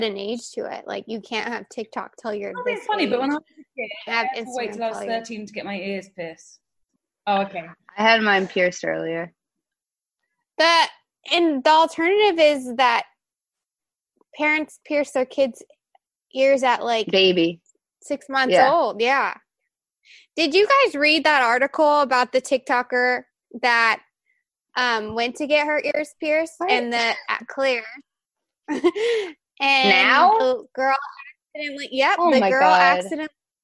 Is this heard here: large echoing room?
no